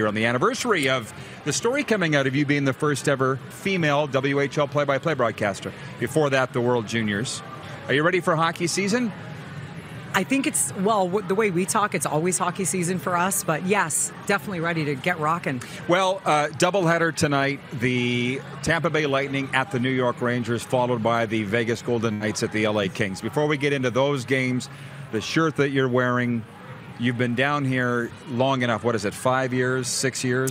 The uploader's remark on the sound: LIVE AT THE POMPANO BEACH HOUSE IN FLORIDA!